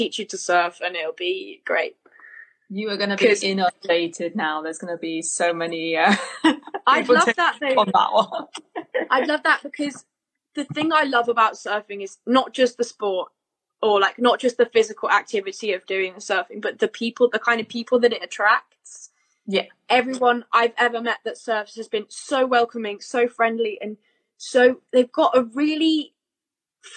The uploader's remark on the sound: Instagram LIVE conversation